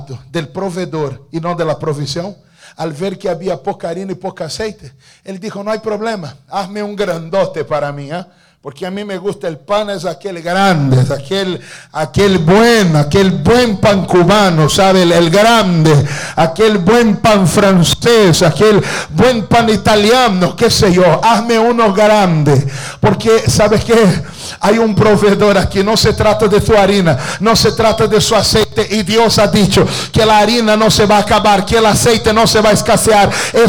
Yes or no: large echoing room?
yes